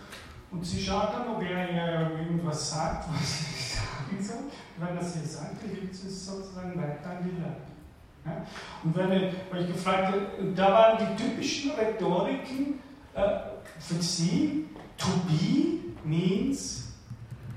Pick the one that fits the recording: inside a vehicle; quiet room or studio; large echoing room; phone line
large echoing room